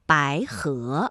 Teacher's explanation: 两个阳平相连，第一个要变成三四，第二个要保持三五